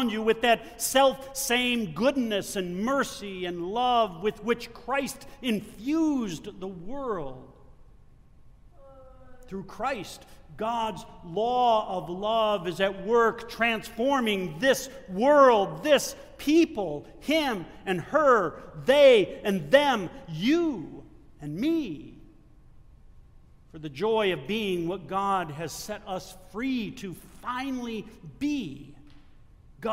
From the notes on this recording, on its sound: Delivered at the First Presbyterian Church of Flint. Sunday Liturgy.